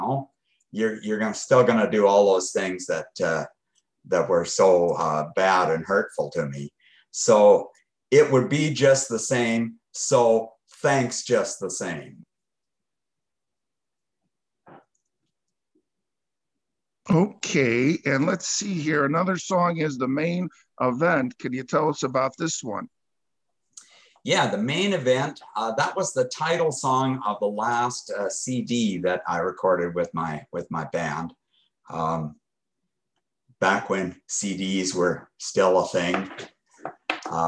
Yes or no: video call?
yes